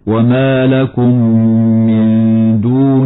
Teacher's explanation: إخفاء حقيقي لوقوع الدال بعد النون الساكنة